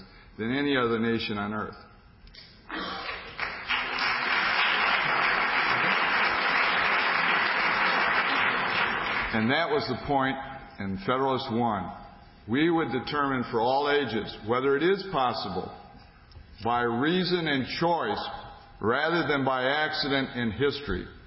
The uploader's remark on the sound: The Federalist Society's Student Division presented this panel at the 2007 Annual Student Symposium on February 23, 2007.